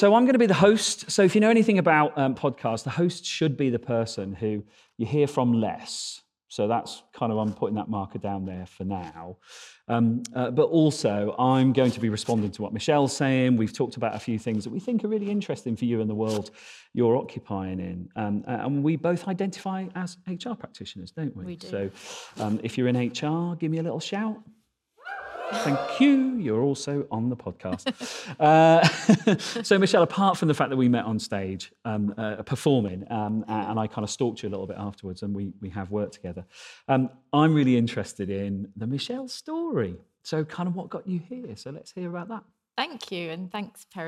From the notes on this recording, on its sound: In a special live episode